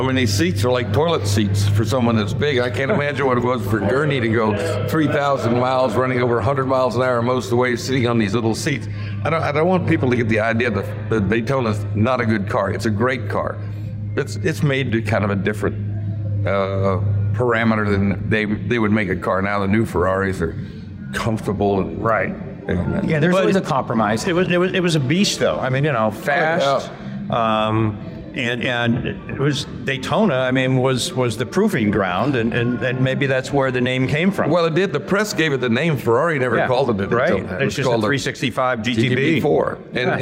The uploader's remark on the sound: Live from the Chattanooga Motorcar festival